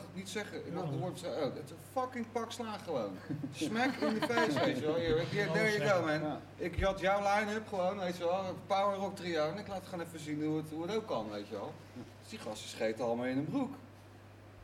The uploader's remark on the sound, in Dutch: Metal Inside is terug en live opgenomen van uit Dynamo.